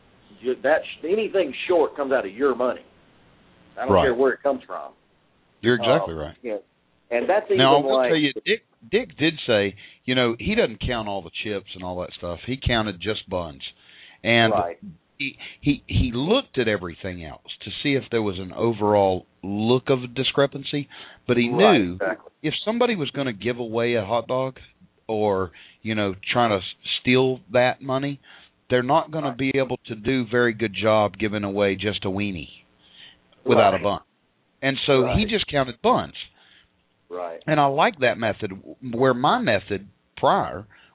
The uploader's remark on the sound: live call ins